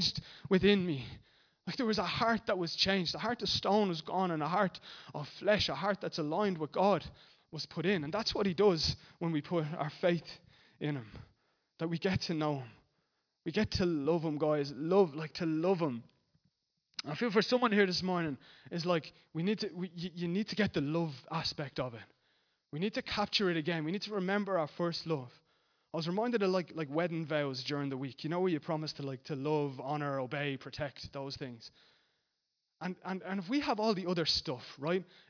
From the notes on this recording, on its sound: Recorded live at Liberty Church Bray.